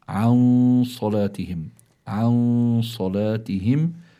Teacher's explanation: كمان بس نشوف نون ساكنة بيكون عنا حكم من أربعة أحكام هيدي الصاد التي أتت بعدها من حروف الإخفاء فإذا النون هون بتكون بحالة الإخفاء